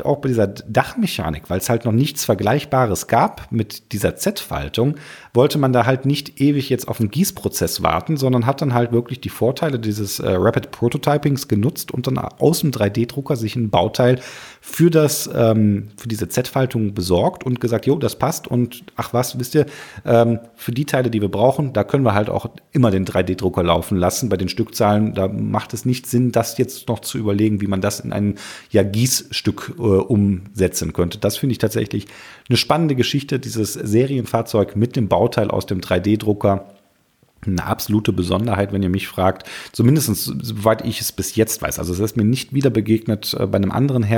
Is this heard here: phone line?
no